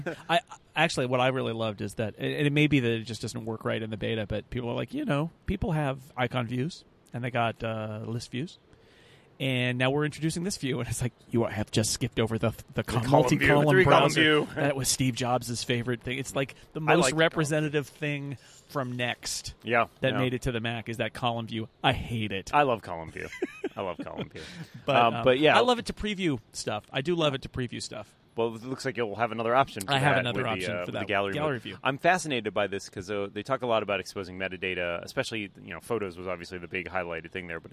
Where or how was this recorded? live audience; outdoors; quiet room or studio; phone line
outdoors